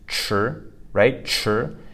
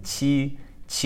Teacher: with chr, your lips are making more of a rounded opening and you feel more of a puff of air coming out · Term: pinyin CH